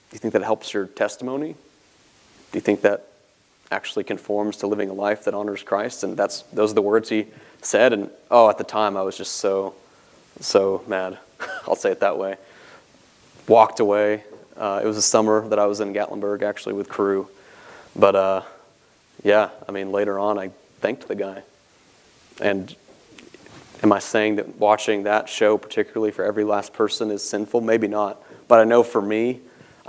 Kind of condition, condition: setting, large echoing room